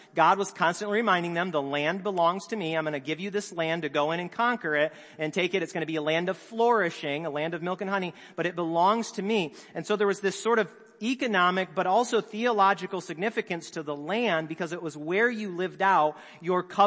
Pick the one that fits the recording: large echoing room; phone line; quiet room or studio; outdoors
large echoing room